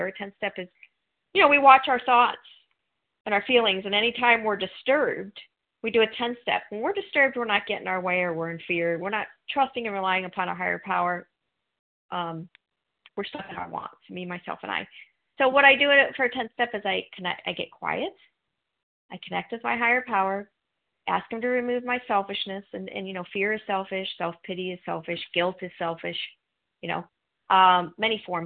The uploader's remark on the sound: from the 100 Pounders Phone Meeting